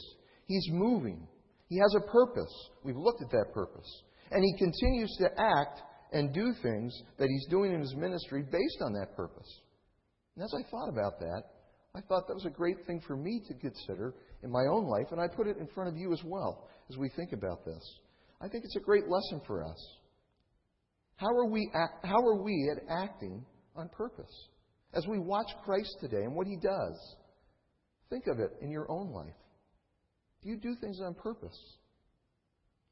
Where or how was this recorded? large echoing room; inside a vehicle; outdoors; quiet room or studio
large echoing room